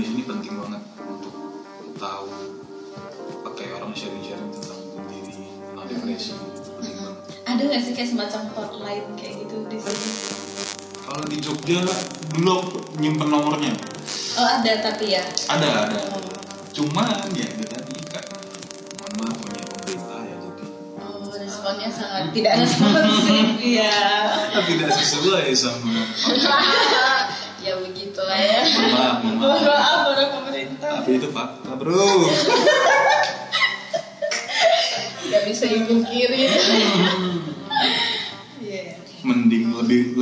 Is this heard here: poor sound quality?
yes